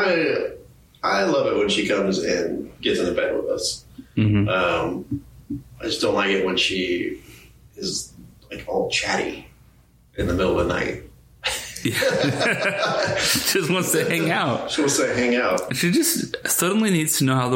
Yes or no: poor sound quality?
yes